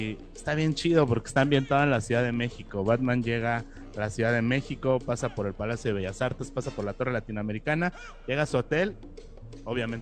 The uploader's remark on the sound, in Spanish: Entrevista desde MulticomicLC.